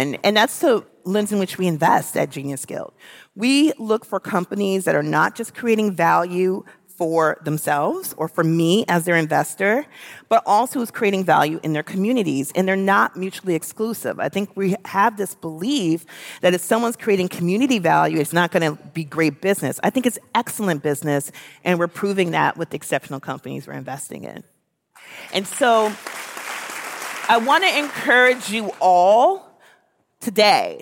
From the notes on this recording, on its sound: Recorded live at the Masters of Scale Summit.